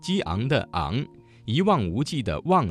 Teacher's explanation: 要注意发音时由元音向鼻附音过渡，逐渐增加鼻音色彩，最后形成鼻附音 · Term: 后鼻韵母